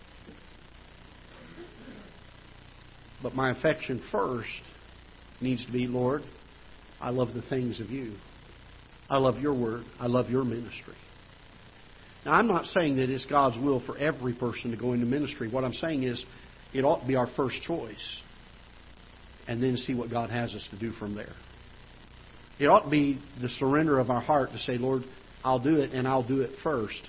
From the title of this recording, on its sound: Ketha Heights Baptist Church ~ Live Broadcast